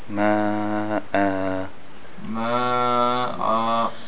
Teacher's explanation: you have the tanween, and you stop on the ayah, you make it two beats.